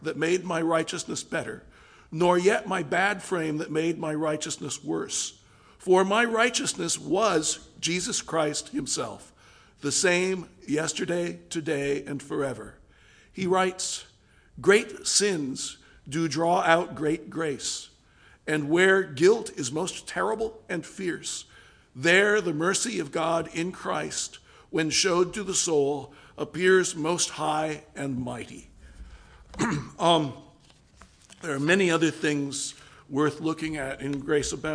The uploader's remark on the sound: Delivered November 19th, 2017 at All Souls Anglican Church in Wheaton, IL.